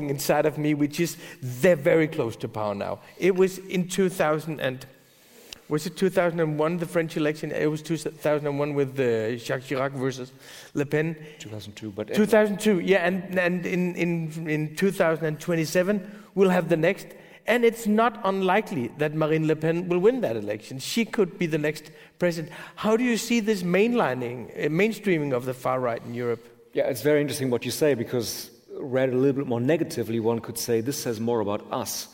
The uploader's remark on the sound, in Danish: Med på scenen som interviewer er chefredaktør på Information